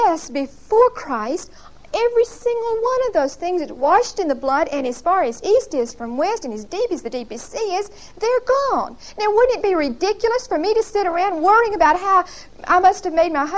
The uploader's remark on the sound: Whitesburg Baptist Church.